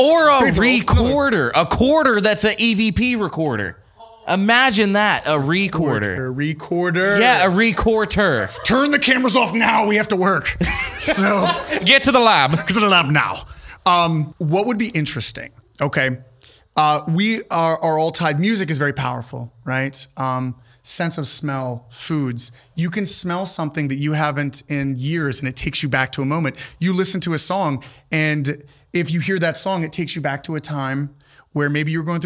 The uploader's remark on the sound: LIVE at Fairfield Live Show Start. This episode was filmed in front of a live audience at the haunted Fairfield Infirmary in Lancaster OH.